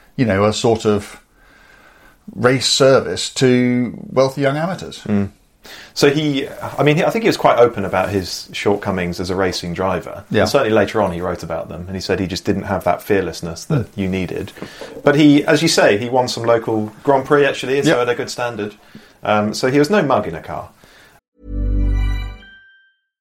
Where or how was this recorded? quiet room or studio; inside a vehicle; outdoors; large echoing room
quiet room or studio